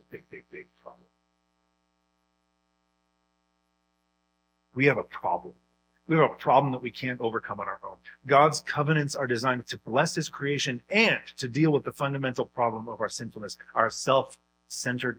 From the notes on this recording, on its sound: Due to technical difficulties, the audio is not the highest quality